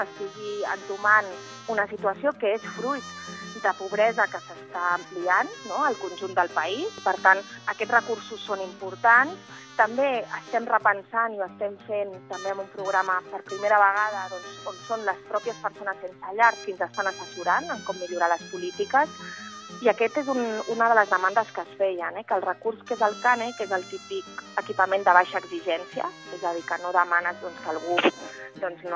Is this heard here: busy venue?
no